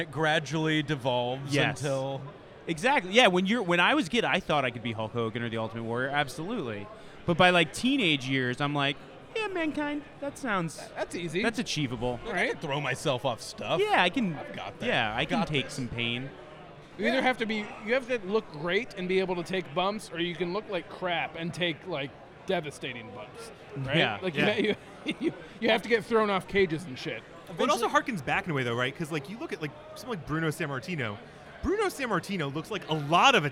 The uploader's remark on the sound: Live From Podcast Row At Starrcast. Coming to you live from Starrcast.